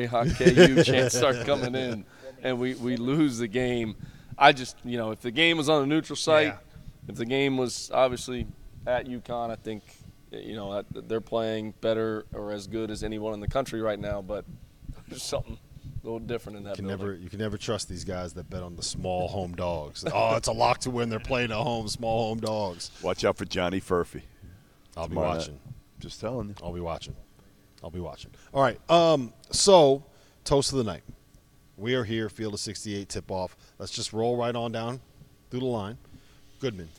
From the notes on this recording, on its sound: LIVE from Field of 68 Tip-Off at FAU! Live from Boca Raton at the first-ever Field of 68 Tip-Off.